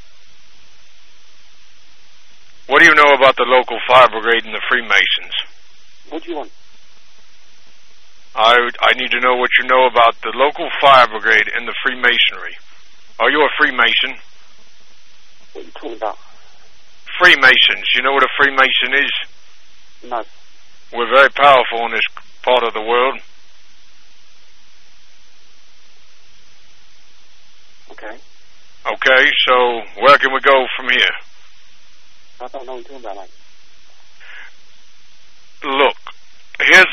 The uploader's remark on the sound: Prank Phone Calls